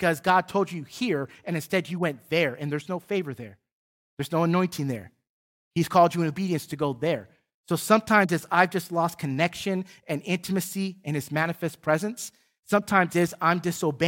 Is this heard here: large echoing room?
yes